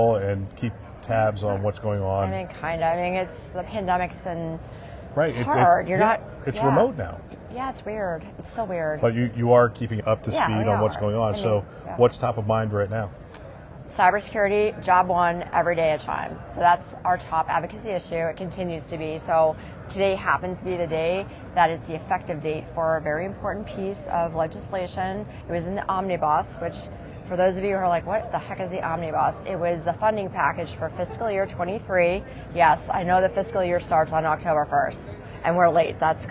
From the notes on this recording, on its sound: an Interview in Action live from ViVe 2023